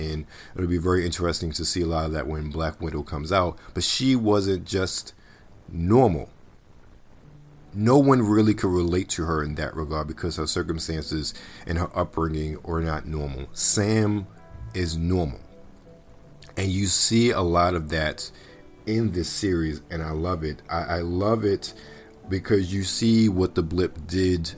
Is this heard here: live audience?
no